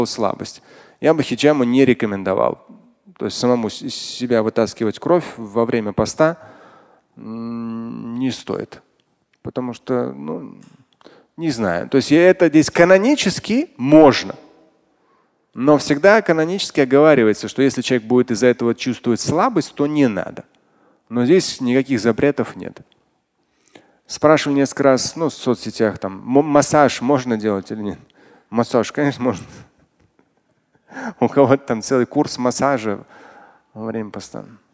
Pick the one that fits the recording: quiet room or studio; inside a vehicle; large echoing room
large echoing room